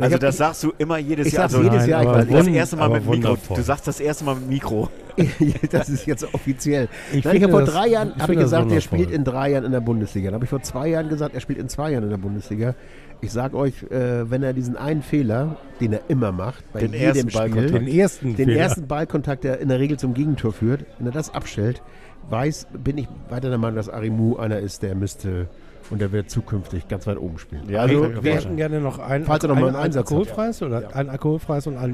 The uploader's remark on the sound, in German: Live aus er Taverna Plaka in der Schanze.